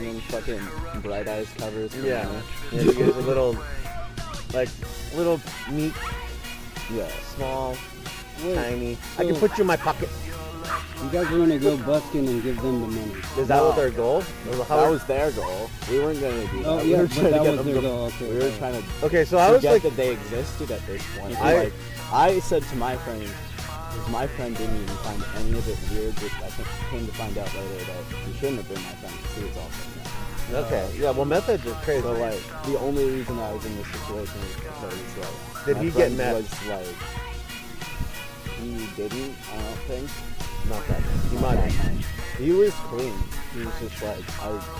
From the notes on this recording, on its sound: we recorded ths episodeat the park